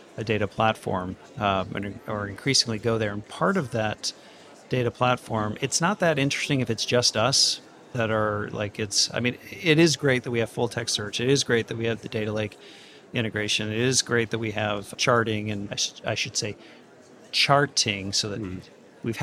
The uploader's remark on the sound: The latest .Local was held on November 9th, 2021 at Evolution, London. Recorded live at the event.